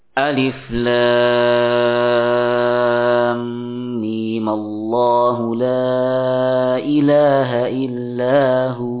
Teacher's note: ya mim bisa dibaca dua harokat saja. Dan mim yang keduanya ya diberikan harokat fathah.